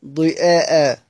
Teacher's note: فقرأه قنبل بهمزة مفتوحة بعد الضاد في الثلاث، ضياء هكذا سيدنا قنبل ضياء بهمزة مفتوحة بعد الضاد في الثلاثة على القلب بتقديم الهمزة على الواو إن قلنا أنه جمع، أو على الياء إن قلنا أنه مصدر ضاء فوجب همزها لتطرفها بعد الألف كرداء وكساء.